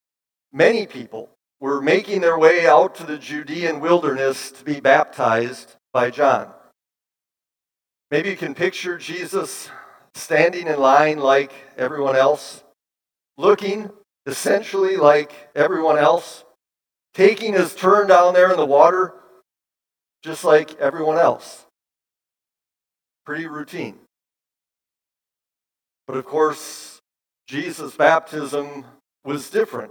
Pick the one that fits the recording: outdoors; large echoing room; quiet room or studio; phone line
large echoing room